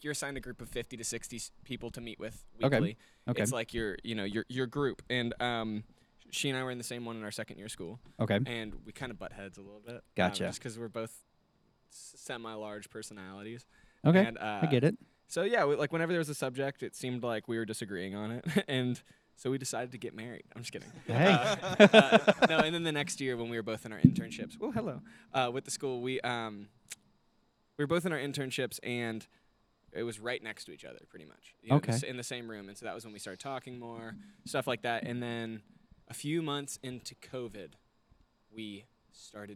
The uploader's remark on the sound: We actually recorded this backstage at their concert a few weeks ago.